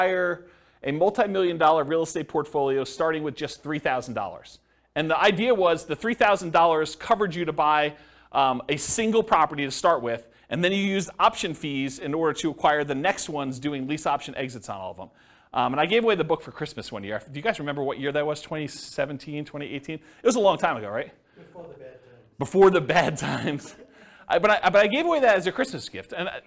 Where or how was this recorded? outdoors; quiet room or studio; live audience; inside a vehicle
live audience